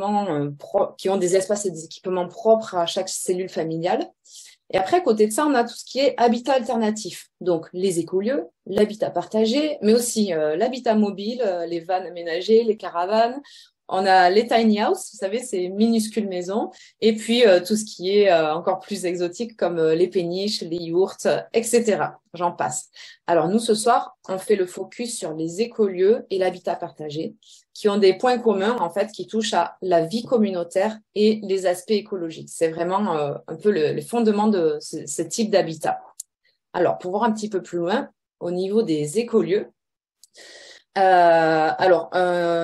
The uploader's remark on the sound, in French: Replay audio du webinaire.